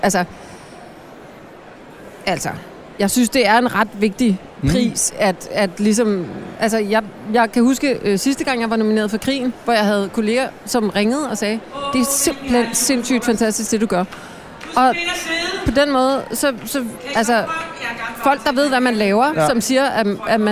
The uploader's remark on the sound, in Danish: Optaget under årets Robertprisen 2018 på Tivoli Hotel i København. I deres sofa oppe på balkonen.